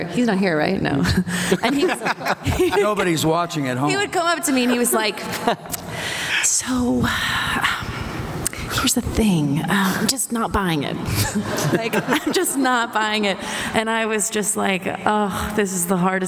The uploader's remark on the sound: Comic-Con 2014 - Scorpion Panel: Part 2.